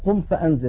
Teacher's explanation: ينتقل من مخرج الهمزة في كلمة أنذر إلى مخرج الذال وهو طرف اللسان مع أطراف الثنايا العليا · Term: الإخفاء